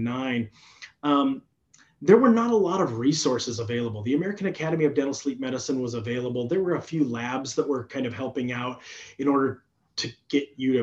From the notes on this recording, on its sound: During this live interactive webinar